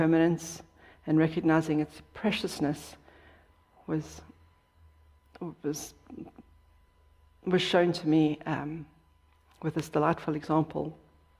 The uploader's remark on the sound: Dharma talk at City Center. In this talk, given at Beginner's Mind Temple.